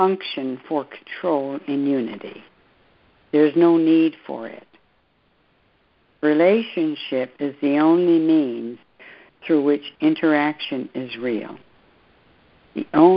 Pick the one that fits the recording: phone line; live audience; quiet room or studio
phone line